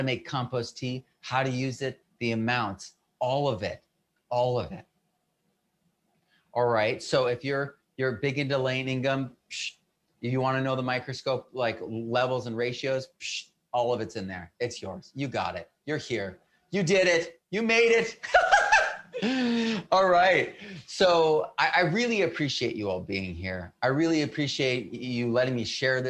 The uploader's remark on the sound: FULL WEBINAR AUDIO